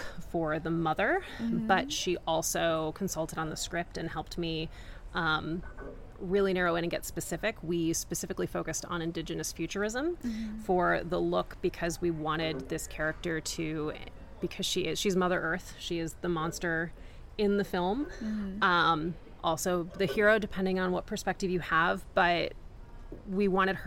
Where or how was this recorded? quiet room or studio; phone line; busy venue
busy venue